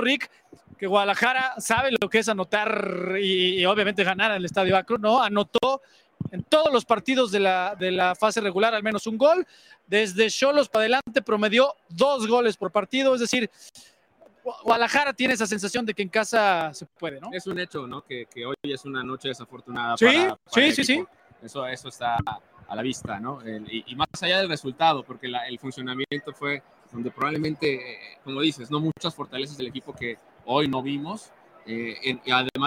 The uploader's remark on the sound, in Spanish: en vivo, desde el Estadio Jalisco